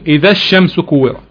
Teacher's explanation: في حالة الوصل بقول إذا الشمس كورت، بحذف حرف المد · Term: بحذف المد